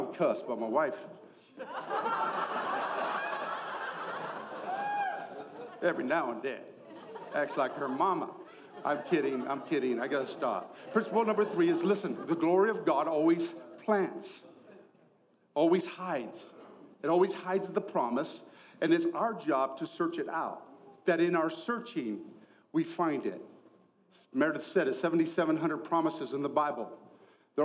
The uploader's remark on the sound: ENCOUNTER CONFERENCE 2024 | Session 3